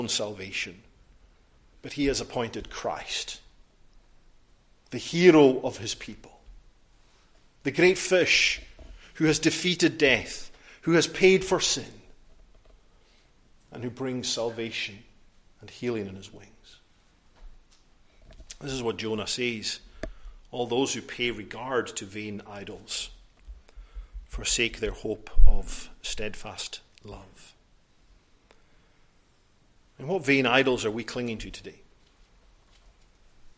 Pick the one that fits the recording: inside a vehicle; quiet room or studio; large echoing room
large echoing room